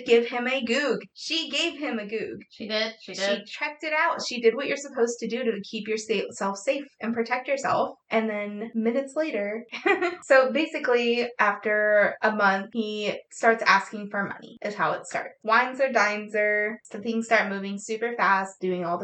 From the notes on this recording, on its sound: We had some technical difficulties when recording this episode so apologies on the sound